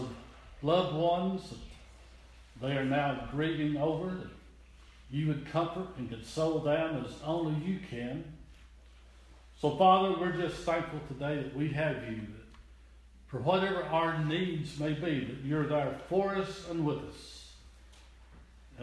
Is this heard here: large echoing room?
yes